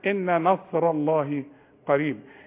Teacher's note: شوف النون الأولى بتغن إن نصر الله قريب.